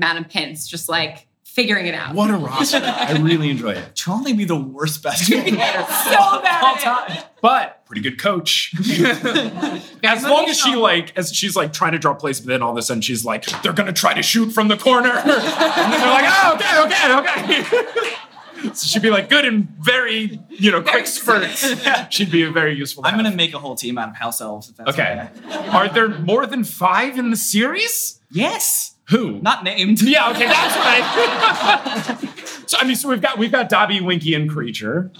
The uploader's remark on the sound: Live from Los Angeles